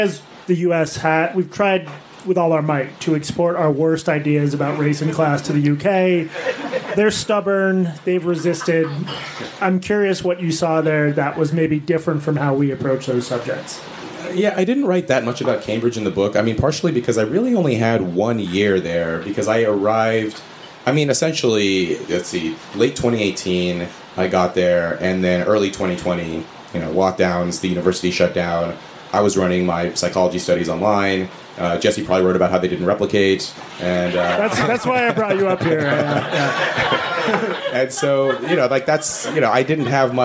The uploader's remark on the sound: audio of a February 20 live event at the Village Underground